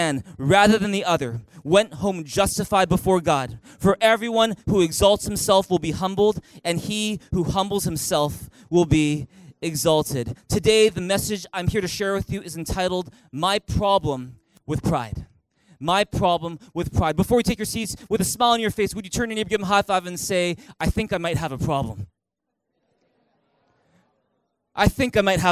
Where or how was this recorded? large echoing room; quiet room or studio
large echoing room